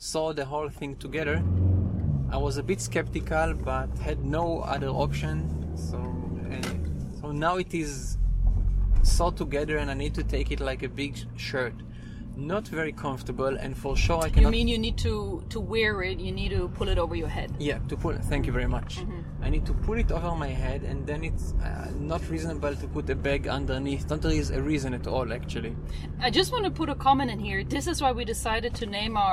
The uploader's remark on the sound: A test drive! Recording while riding the car!